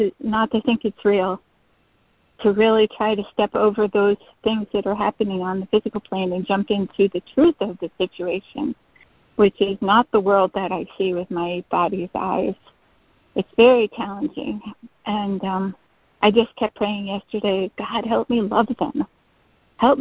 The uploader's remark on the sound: ACIM Daily Conference Call